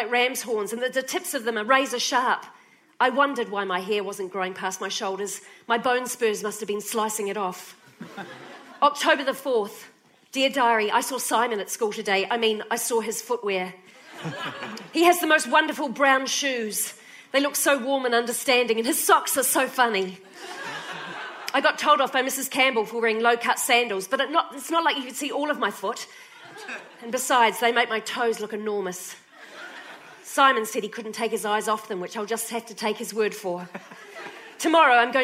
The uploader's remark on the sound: when she performed on A Rational Fear in 2019 at the Adelaide Cabaret Festival